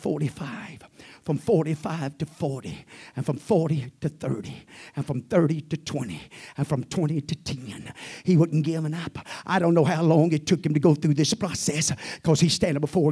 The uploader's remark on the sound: at the First Jesus Name Church of Benndale on the Sunday night